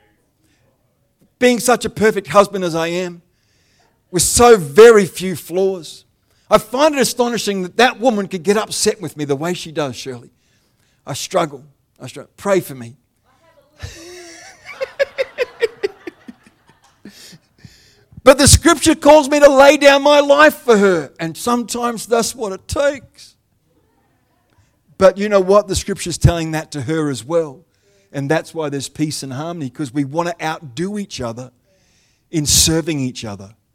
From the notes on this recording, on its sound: The live stream of Destiny Church Atherton.